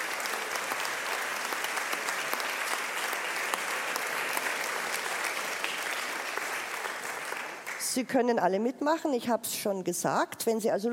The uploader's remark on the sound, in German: Live vom Erlanger Poetenfest 2023